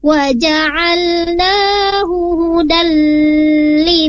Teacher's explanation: Di sana tidak ada pemanjangan atau penahanan ketika tanwin bertemu lam, karena di sana hukumnya idgham bila guna, langsung dimasukkan huruf lamnya.